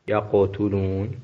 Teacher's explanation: ويقتلون القاف ساكن ونعطيه صفة القلقلة